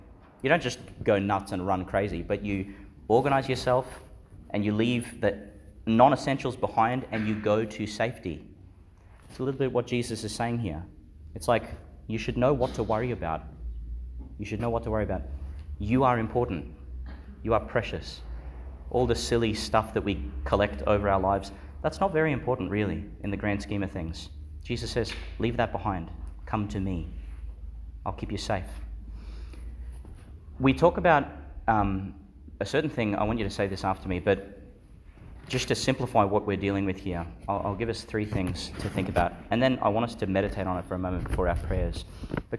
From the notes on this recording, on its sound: With some of the St John the Baptist Primary School community, delivered in Our Lady Star of the Sea Church, Gladstone, Qld.